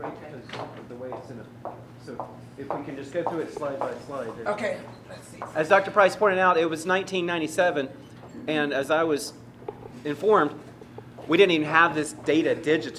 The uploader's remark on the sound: Baldwin County School District Elementary Schools Redistricting Community Input Meeting. The recording includes some question and answer from parents and the presentation audience.